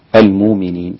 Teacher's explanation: كلمة المؤمنين أبدل الهمزة فيها واوا الإمام السوسي عن أبي عمرو